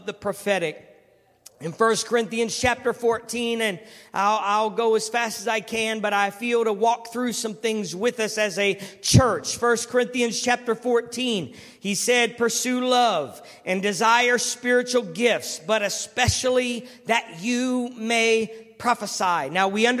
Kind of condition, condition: setting, large echoing room